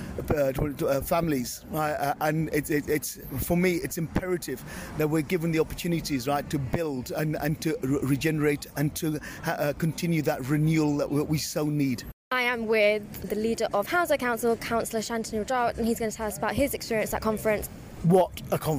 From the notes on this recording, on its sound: This episode is the final part of our on-location special dispatches from the party conferences. While in Liverpool for the Labour Party Conference.